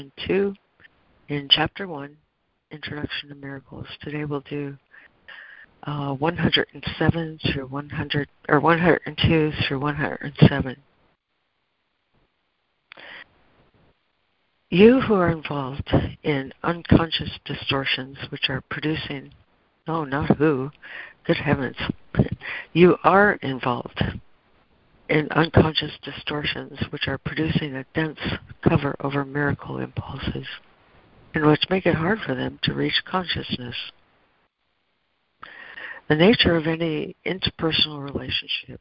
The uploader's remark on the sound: ACIM Daily Conference Call